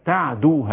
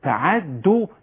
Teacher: يبقى العين ساكنه والدال مخففه · Shown in: first take